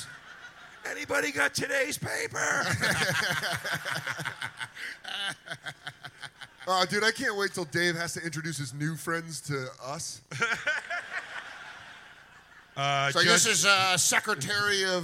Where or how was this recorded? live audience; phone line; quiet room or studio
live audience